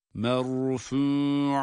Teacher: Burada merfu'a derken ra kalın, fa ince, ayın üstünlü ama yine ince. Merfu'atin.